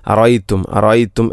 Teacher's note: അറഅയ്തും എന്ന് പറയുമ്പോൾ രണ്ടാമത്തെ ഹംസയുടെ ഉച്ചാരണം അല്ലെങ്കിൽ ശബ്ദം കൃത്യമായിട്ട് കേൾക്കുന്നില്ല